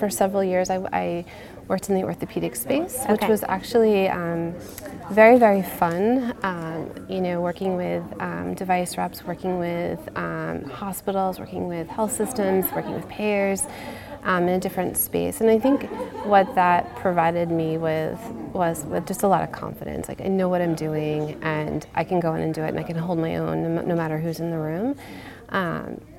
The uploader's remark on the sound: recorded at HIMSS22